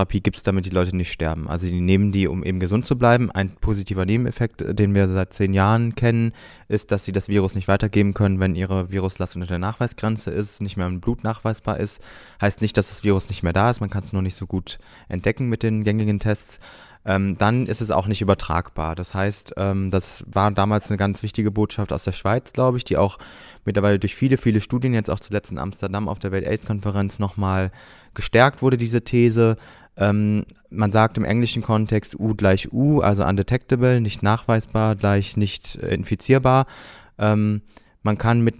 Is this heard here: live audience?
no